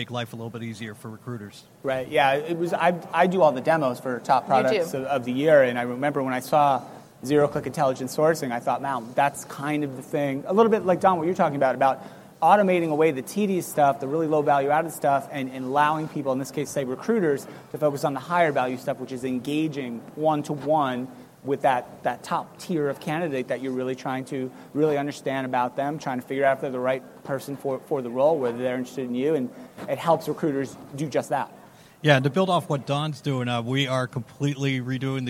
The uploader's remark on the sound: LIVE from the HR Tech Conference